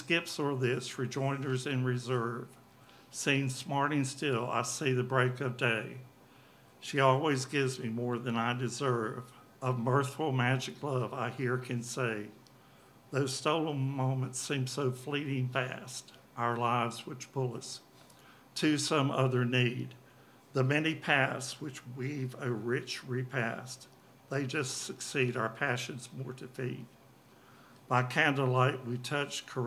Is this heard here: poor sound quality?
no